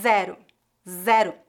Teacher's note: Em português, a letra Z é pronunciada de forma vozeada com bastante vibração das cordas vocais